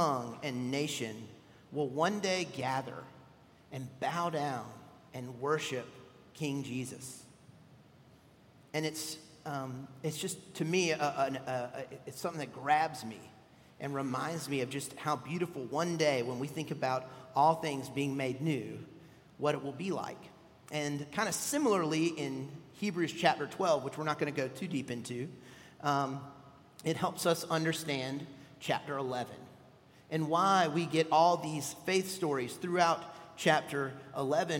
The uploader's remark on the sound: at Redeemer Presbyterian Church in Charleston, SC